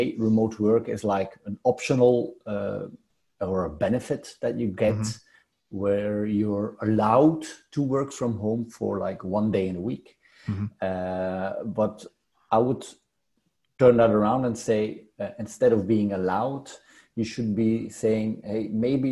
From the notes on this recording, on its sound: This episode was recorded over Zoom!